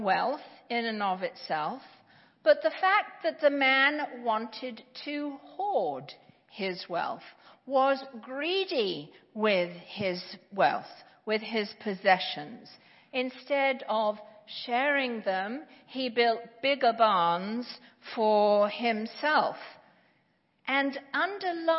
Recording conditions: large echoing room